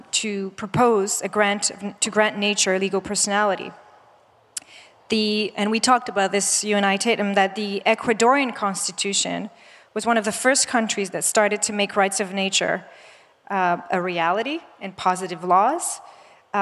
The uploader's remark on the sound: This audio file is an excerpt from ChangeNOW 2022, The World's largest event fot the planet, held May 19-21.